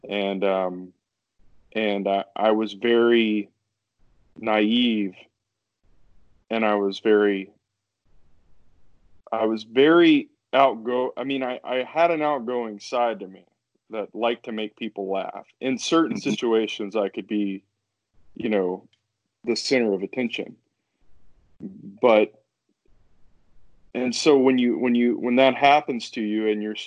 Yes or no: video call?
yes